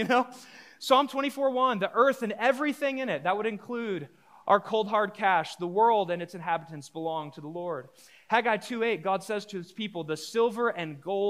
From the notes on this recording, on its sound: A live recorded sermon from the Sunday gathering at The Heights Church Denver on 02/19/23. The following episode is a live recorded sermon from the Sunday gathering at The Heights Church Denver.